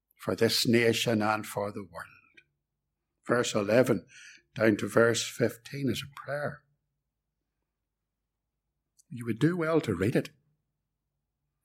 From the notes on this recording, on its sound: This sermon was preached at Ballymacashon and Templepatrick Reformed Church. It was recorded at Templepatrick.